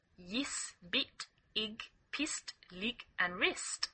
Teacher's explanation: The vowel is pronounced like an I, so the words sound like yis, bit, ig, pist, lig, and wrist. · Term: Kiwi accent